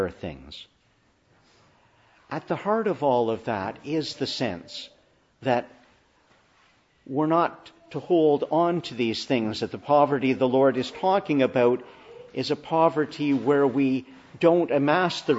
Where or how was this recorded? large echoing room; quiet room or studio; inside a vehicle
large echoing room